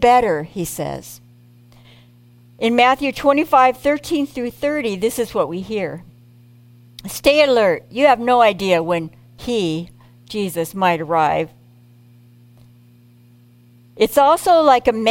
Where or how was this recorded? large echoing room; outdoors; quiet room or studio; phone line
large echoing room